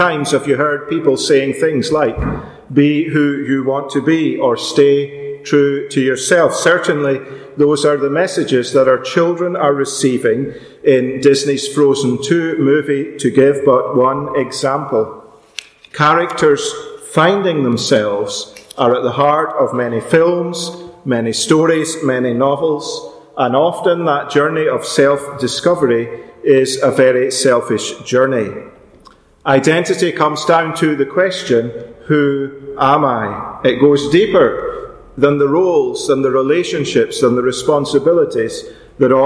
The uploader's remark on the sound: Our special afternoon meeting at Ballymacashon Congregational Church. This podcast was recorded live at that meeting.